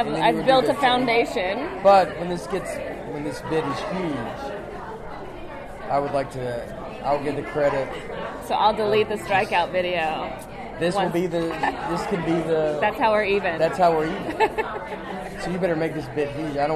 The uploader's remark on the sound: open the show live from Big Slick Ten